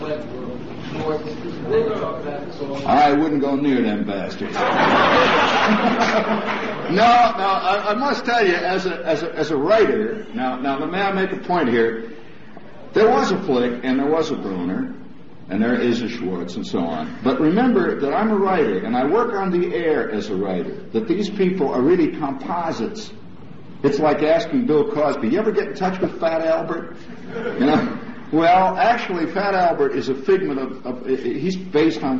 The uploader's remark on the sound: 1971 Press Conference